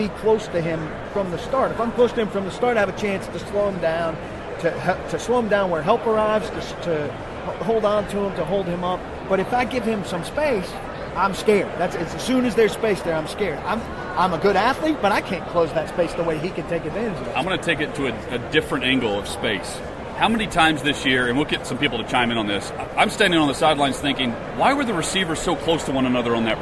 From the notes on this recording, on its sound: Live from Super Bowl LII. Live from Radio Row.